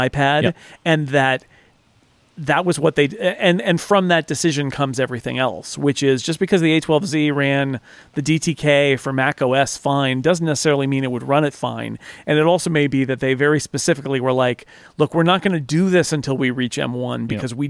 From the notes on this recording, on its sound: An episode recorded live in the California sun. The breeze is blowing.